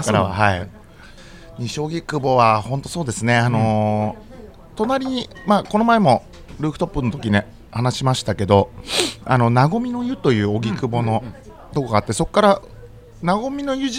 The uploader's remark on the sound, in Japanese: 今週は西荻窪の 【日本酒おばんざい梵】 さんにて収録。営業中のお店の雰囲気そのままにお届けします！